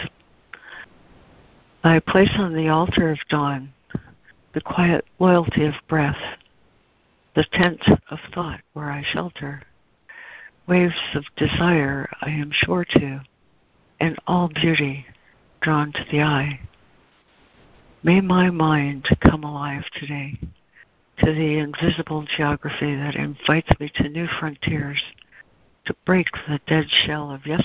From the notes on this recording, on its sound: ACIM Daily Conference Call.